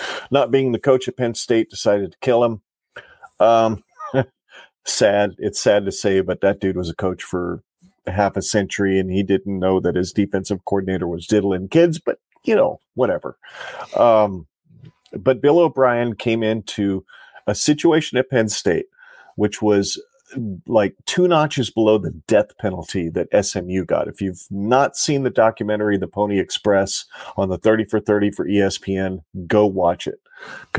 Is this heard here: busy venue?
no